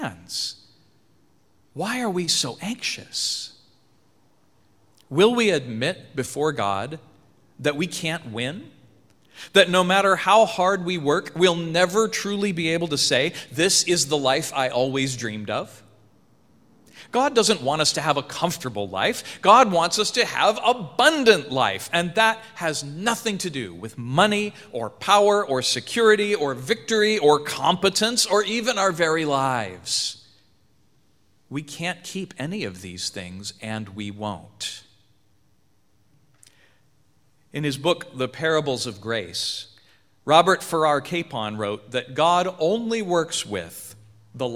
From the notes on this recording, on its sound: sermon preached at Church of the Good Shepherd, Federal Way, WA